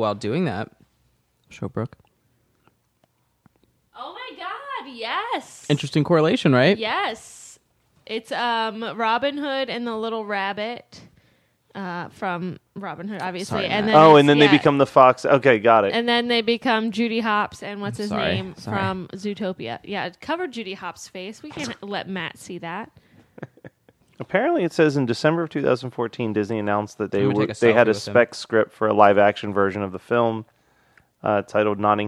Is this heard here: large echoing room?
no